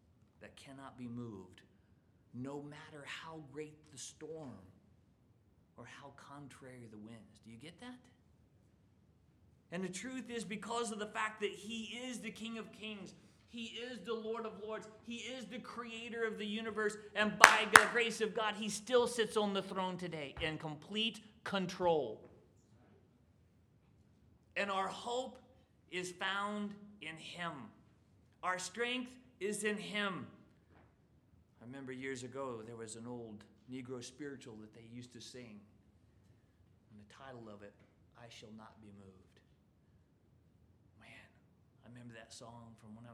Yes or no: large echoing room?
yes